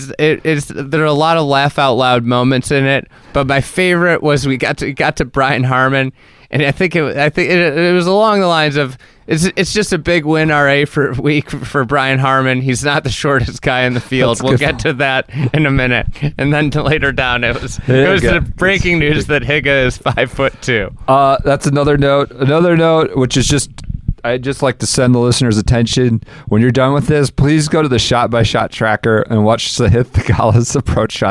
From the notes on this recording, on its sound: Live(ish) from the Masters press building. From Augusta National.